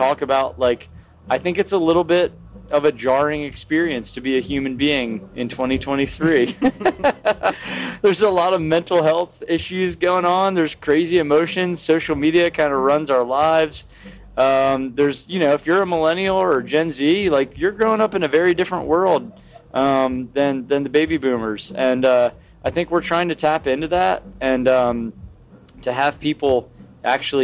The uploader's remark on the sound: Live from In Between Days Festival. Live from In Between Days Music Festival.